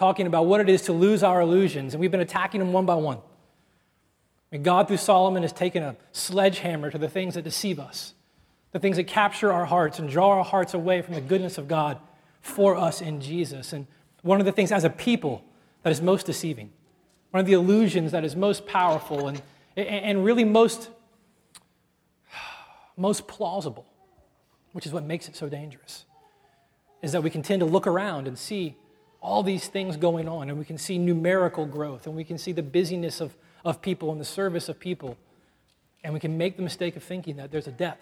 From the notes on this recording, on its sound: at Redemption Hill Church on Sunday, April 18th, 2010